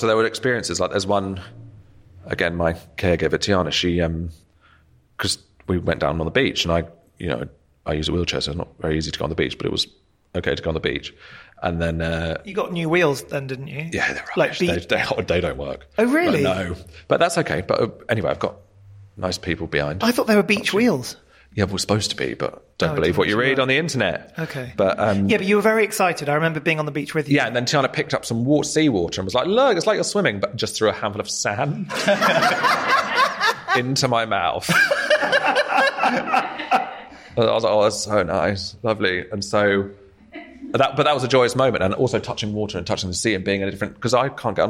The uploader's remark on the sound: We meet within his debut exhibition at TKE Studios, Margate - the artist studio complex and gallery founded by Tracey Emin. Recorded in front of an intimate audience of art lovers, Margate family and friends.